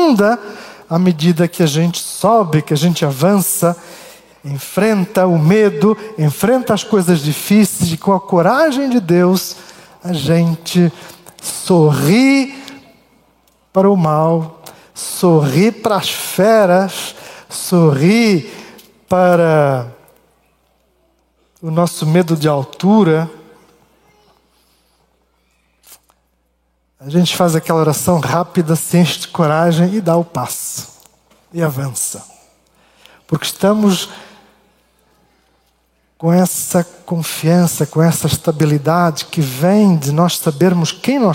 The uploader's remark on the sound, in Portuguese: Culto Ao vivo IBMorumbi.